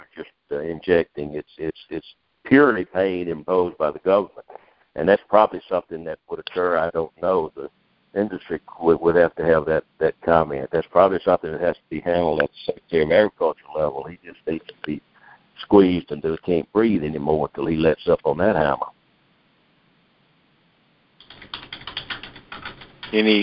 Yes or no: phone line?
yes